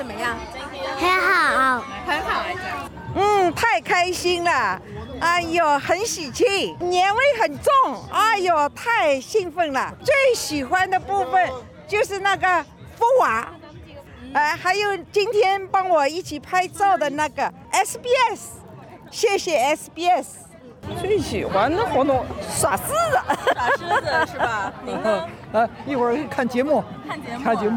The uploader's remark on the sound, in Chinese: SBS普通话在现场请到多位华人。墨尔本博士山（Box Hill）举行农历龙年庆祝活动。活动现场热闹非凡，无论是舞龙舞狮、歌舞表演还是种类多样的摊位，都为当地社区带来浓厚年味。